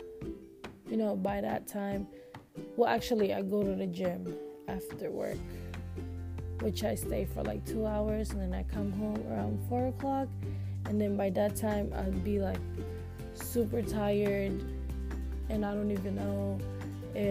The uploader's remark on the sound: sorry for the “ztztzt” noise im using my earphones thats why but its only going to be for this episode